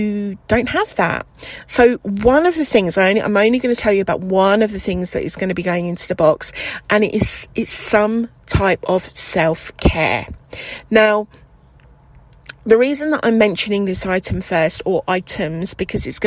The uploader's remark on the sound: Recording in the car